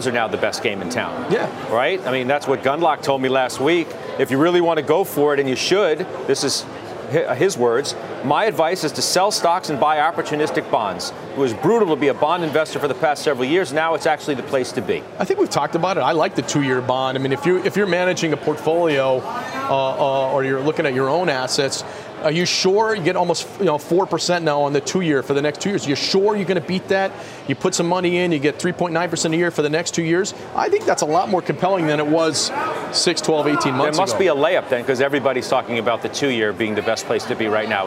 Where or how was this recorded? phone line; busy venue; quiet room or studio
busy venue